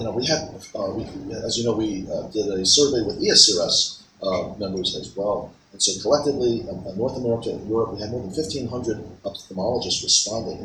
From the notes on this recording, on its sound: Recorded at ASCRS